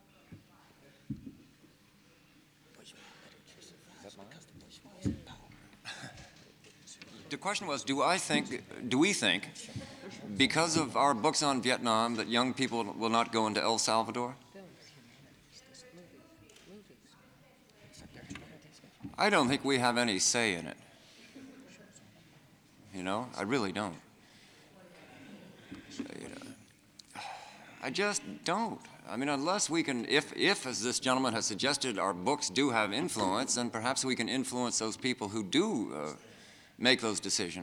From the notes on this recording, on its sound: This is a confrence hosted by PEN America with a panel of Authors who have all written about the Vietnam War.